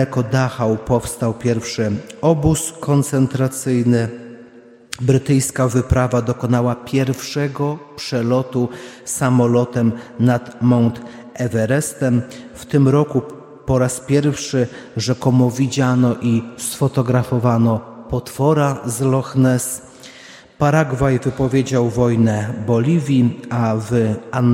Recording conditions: large echoing room